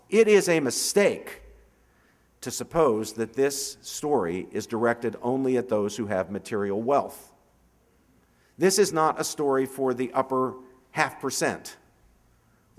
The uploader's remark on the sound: 2011 Commencement Address